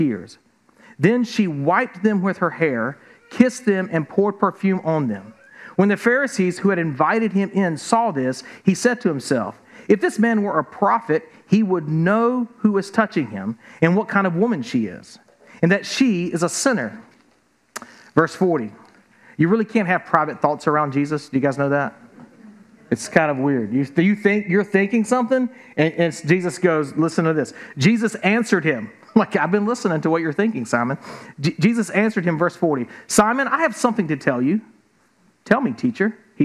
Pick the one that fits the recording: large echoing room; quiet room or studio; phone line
large echoing room